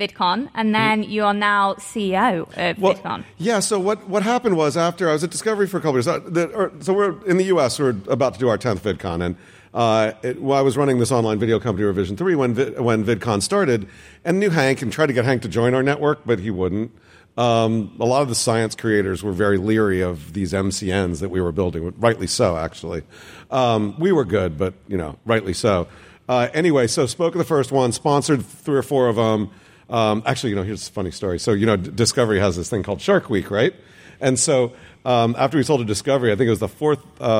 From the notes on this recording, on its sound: This episode was recorded live at VidCon London.